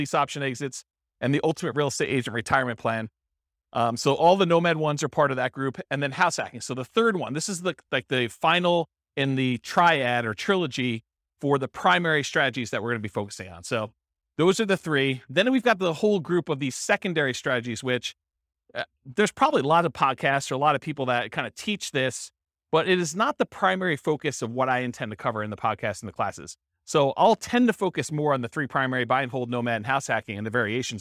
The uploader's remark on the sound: This was a live class recorded